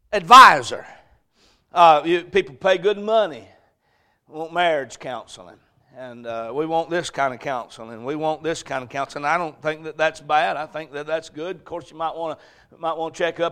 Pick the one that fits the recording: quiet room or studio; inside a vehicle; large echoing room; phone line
large echoing room